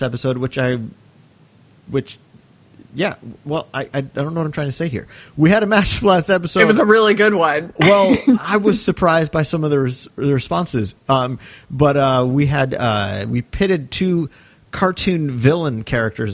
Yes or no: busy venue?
no